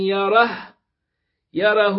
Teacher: قرأ الجمهور: يره في الموضعين بضم الهاء وصلا وسكونها وقفا